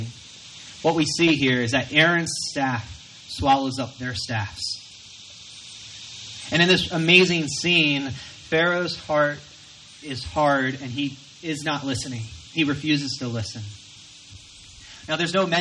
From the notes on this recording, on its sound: Recorded from our outdoor worship gathering.